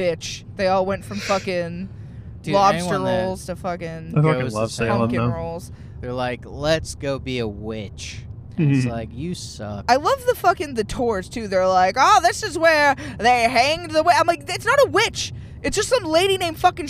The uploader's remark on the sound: To pass the time on the 700 hour drive to western, MA we recorded a pod